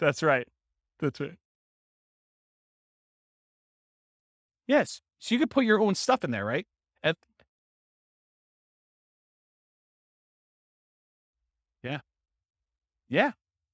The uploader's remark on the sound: This was a live class recorded